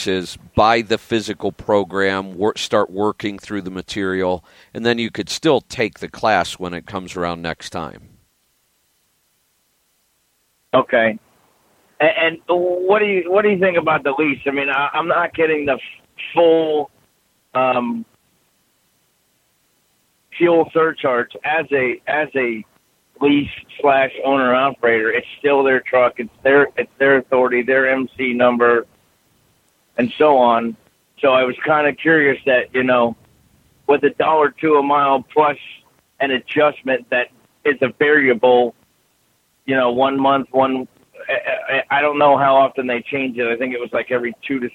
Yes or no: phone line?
yes